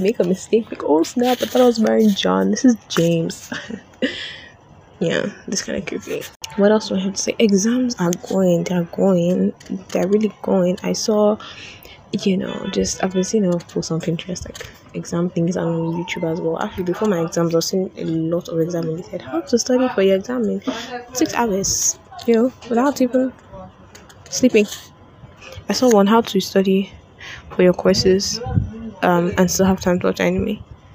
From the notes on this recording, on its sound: I decided to record while walking around school. I'm out of breath for most of it so enjoy the weird sound of heavy breathing.